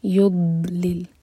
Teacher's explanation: الضاد ساكنة یہاں پر جھٹکا نہیں آنا چاہیے یہ دال نہیں ہے يضلل یہ جو ضاد کا ساؤنڈ ہے اس کی آواز آنی